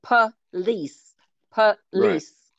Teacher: The O can be almost silent. Like it's not there. It's just police.